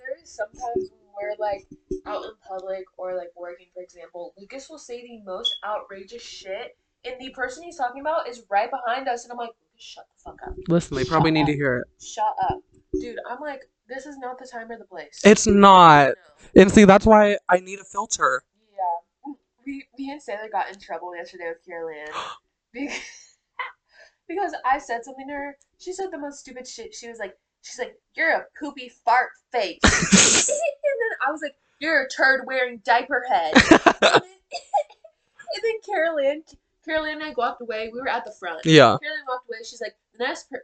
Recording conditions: poor microphone